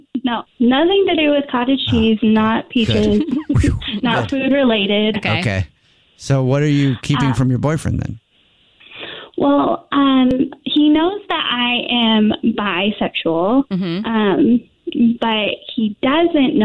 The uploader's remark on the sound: There's someone on the phone